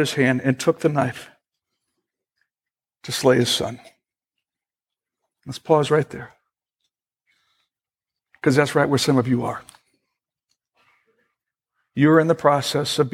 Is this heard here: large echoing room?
yes